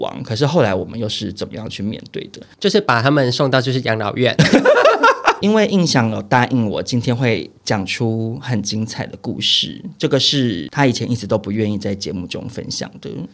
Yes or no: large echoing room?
no